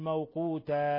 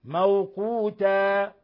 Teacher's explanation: هذا مد عوض يمد مقدار حركتين، لا يمد حركة واحدة · Shown in: second take · موقوتة، ولا يمد أربع حركات أو ثلاث حركات كما موقوتة خطأ، لأن هذا مد ليس له سبب، لابد أن يكون هناك سبب همز أو سكون، وهذه تنوين موقوف عليه بالألف، والألف تمد مقدار حركتين.